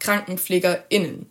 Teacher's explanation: mit dem bekannten und oft auch parodierten Glottisschlag gegendert. Das klingt dann so, dass man zum Beispiel von KrankenpflegerInnen spricht und so weiter.